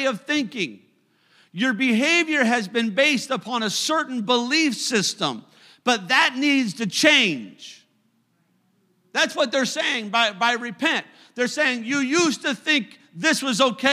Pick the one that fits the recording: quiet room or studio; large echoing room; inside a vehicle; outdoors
large echoing room